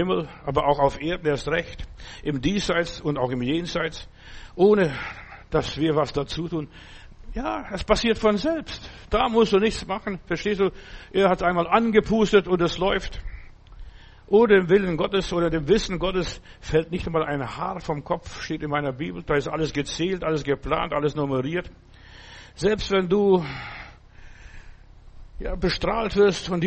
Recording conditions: large echoing room